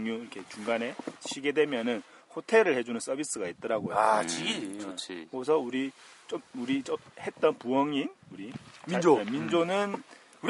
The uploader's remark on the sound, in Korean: 이번 방송은 네팔 히말라야의 오스트레일리안캠프에서 녹음기로 녹음되었습니다.